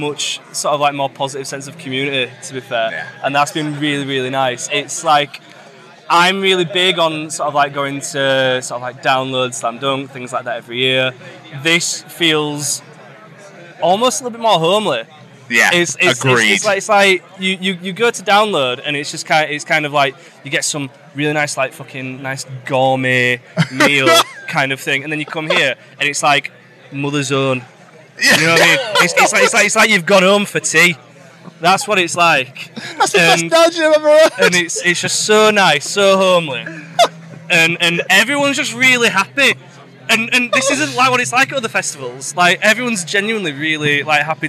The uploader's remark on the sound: From our 'Live from Bloodstock 2023' series.